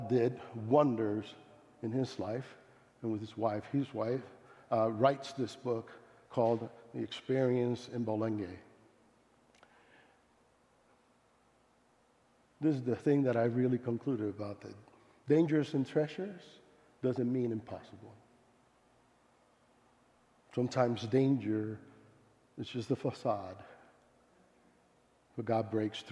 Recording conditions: large echoing room